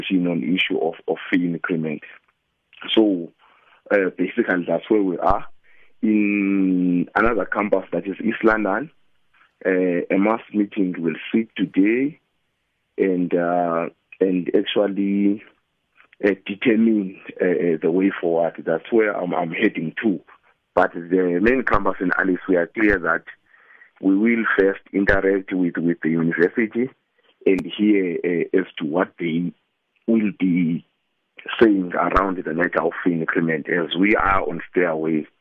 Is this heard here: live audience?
no